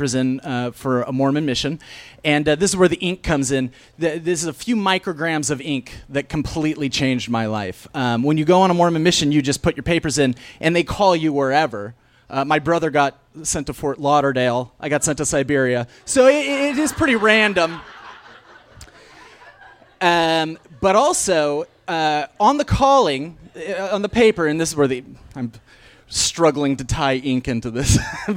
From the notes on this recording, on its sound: Was recorded live on 14 June 2016 at Tiger!